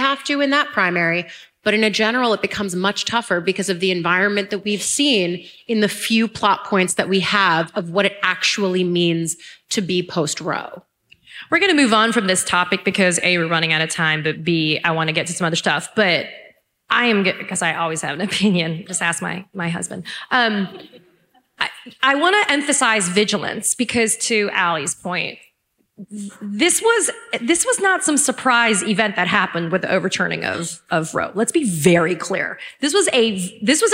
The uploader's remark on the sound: Live from this year's Texas Tribune Fest, we present a recording from a forum.